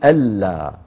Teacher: طيب أيضا في الآية 48 عسى ألا، ألا هذه أيها الإخوة أصلها عسى أن لا، أن لا، لكن العرب إذا جاءت نون ساكنة بعدها لام أدغموا النون في اللام وحولوها إلى لام مشددة فيقولون ألا، وكتبت بين يدي رسول الله هكذا بدون نون على نية الإدغام.